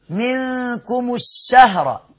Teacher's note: بعد كده هو الشيخ قال: فمن شهد، إخفاء حقيقي، منكم الشهر. هنا لام شمسية مدغمة، أصلها الشهر، وهنا إدغام اللام هيسبب لتشديد الشين، والشين فيها صفة عجيبة وغريبة وفريدة اللي هي التفشي.